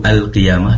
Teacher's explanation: pastikan lamnya yaitu memiliki sifat inhiraf, kecenderungan lam pada huruf nun